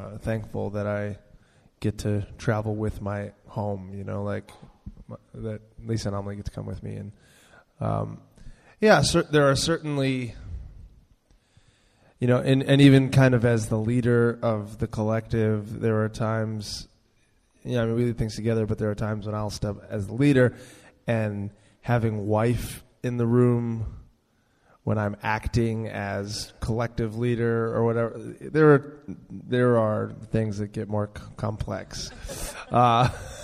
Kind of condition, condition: setting, large echoing room